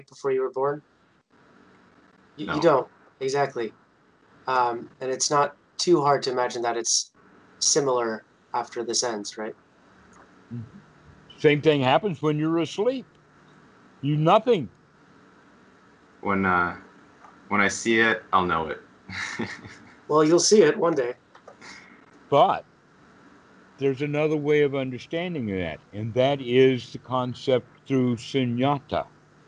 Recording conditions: video call